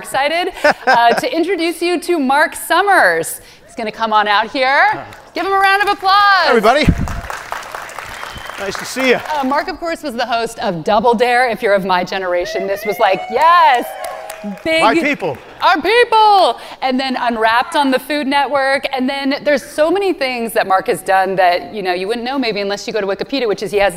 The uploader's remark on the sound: on stage at Seattle's Crosscut Ideas Festival